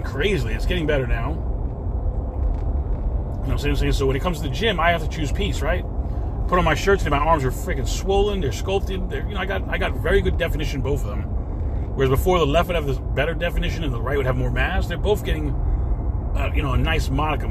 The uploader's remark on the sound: In this CarCast